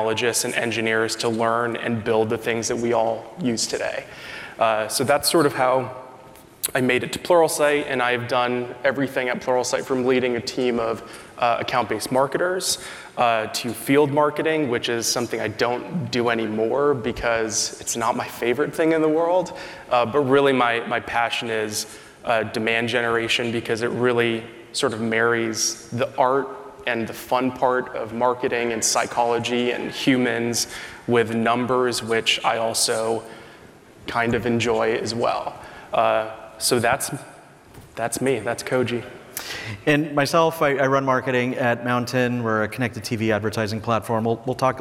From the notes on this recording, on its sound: During this candid fireside chat at the 2023 B2B Sales & Marketing Exchange